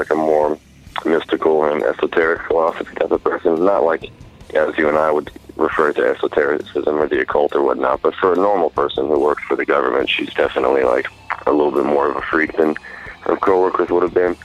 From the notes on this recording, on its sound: We hop on the phone.